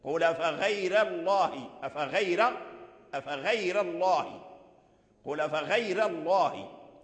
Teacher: لكن في رواية ورش لا، ترقيق الراء تفخيم اسم الله